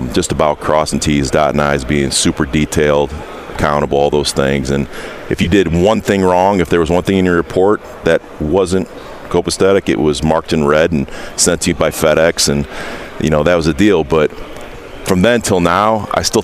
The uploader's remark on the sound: live at the Combine